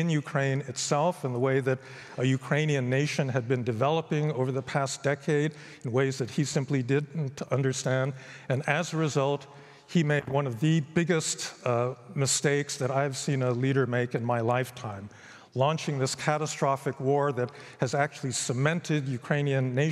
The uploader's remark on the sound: Recorded at the 2023 Oslo Freedom Forum.